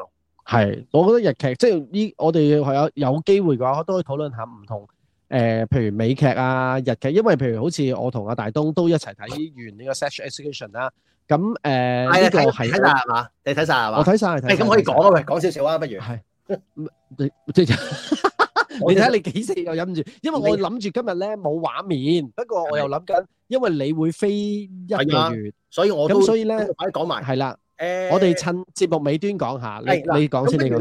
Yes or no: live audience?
no